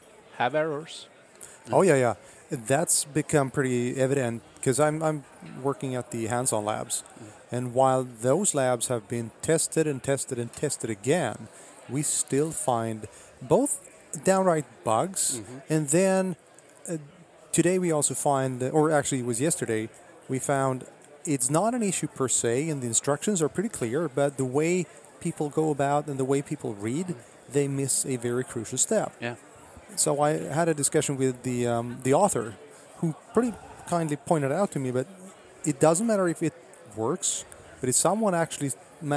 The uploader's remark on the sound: Recorded at Microsoft Ignite in Orlando.